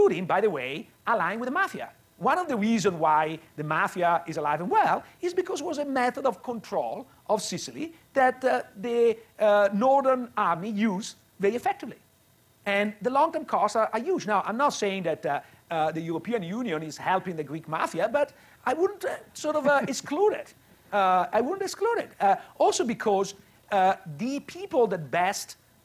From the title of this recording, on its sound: Live at Mason